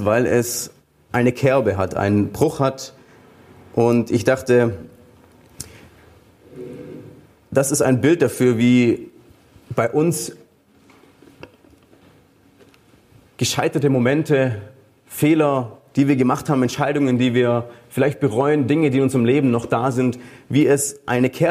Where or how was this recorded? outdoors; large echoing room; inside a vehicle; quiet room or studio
large echoing room